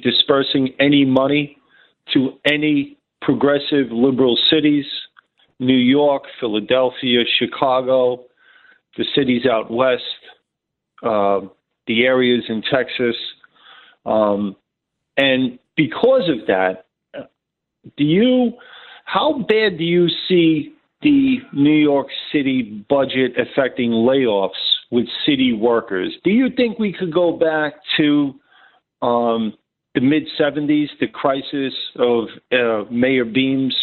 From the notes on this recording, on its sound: opens up the phones